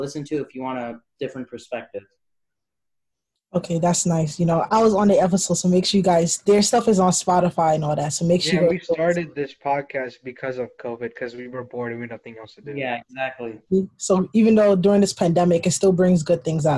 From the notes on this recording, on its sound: So headphone users beware